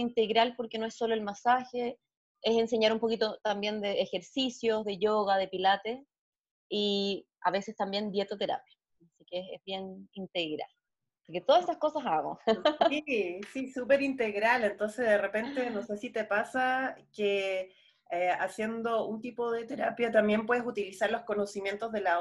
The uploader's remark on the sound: Zoom Session 01